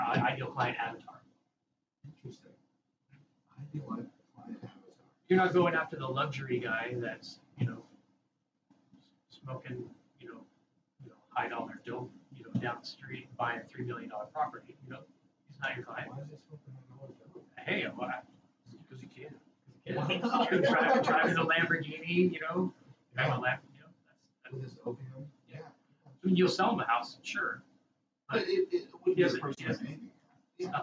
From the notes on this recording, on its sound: Sorry again for the absolutely terrible audio not sure why it is randomly doing that.